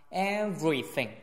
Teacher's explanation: Everything 中间有一个咬嘴唇的 v，再加一个卷舌的 r